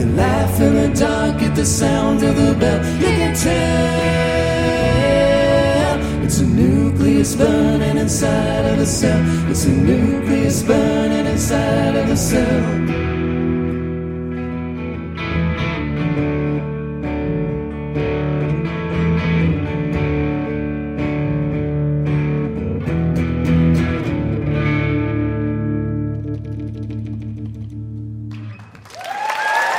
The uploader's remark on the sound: Recorded at Milwaukee's Pabst Theater